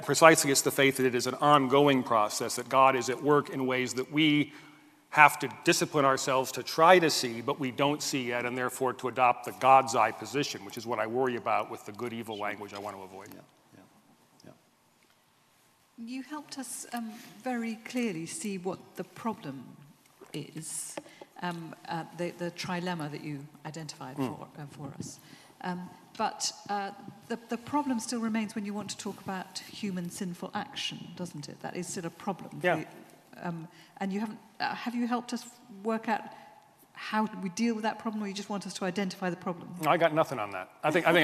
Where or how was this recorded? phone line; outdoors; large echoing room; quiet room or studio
large echoing room